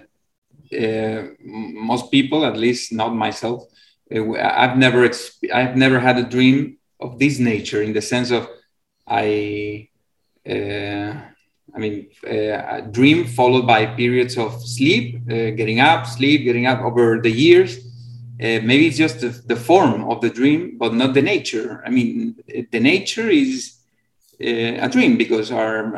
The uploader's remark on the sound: In a Zoom meeting.